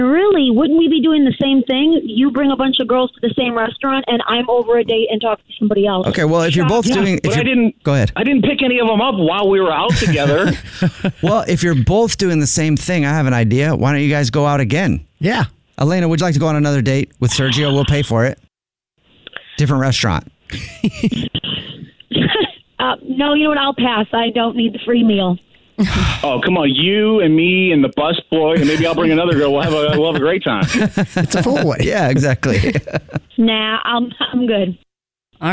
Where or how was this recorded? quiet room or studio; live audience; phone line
phone line